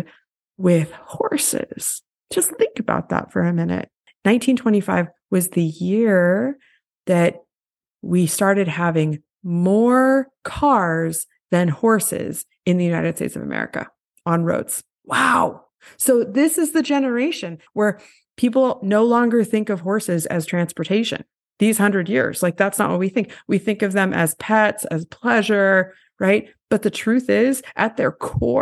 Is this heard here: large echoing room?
no